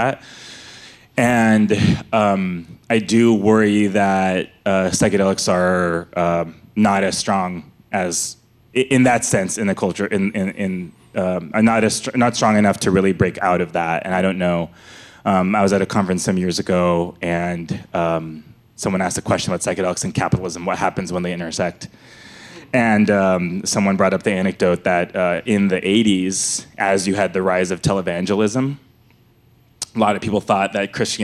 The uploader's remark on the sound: Conversations at The Interval. These hour long talks are recorded live at The Interval, our bar, cafe, & museum in San Francisco.